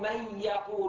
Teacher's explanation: فيها تشديد، لكن هذا التشديد أضعف، ولذلك نسميه إدغام ناقص